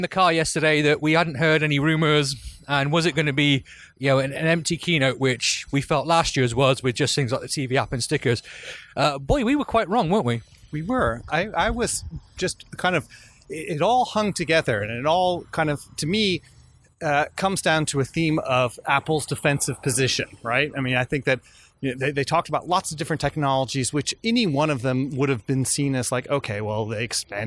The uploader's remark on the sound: while walking back to their accommodation